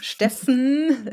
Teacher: Steffen, genau, da landen wir direkt vom F auf dem N.